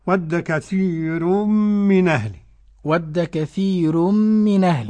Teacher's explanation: ورش رقق الراء إذا كان قبلها هذه الحروف ياء ساكنة · Term: ترقيق الراء